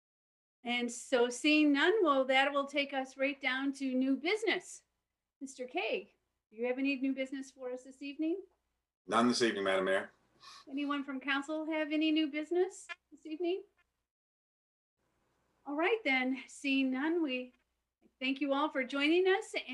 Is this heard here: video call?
yes